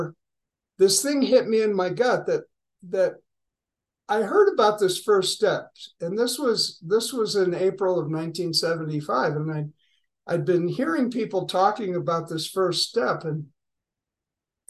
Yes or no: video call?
yes